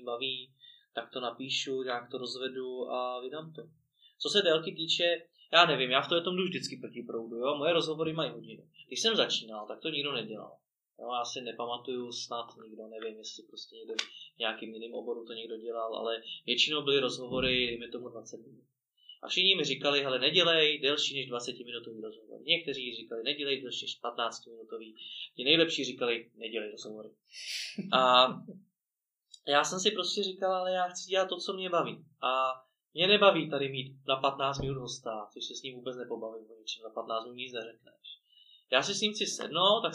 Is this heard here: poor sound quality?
yes